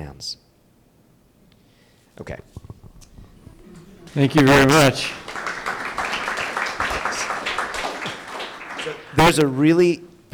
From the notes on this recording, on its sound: live at the Cider Gallery in Lawrence, Kansas